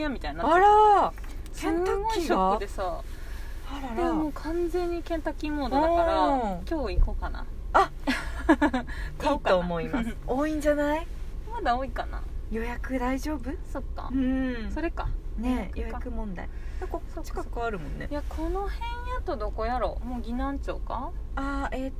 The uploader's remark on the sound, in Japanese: 収録 from Radiotalk。カースタジオでの収録ですん。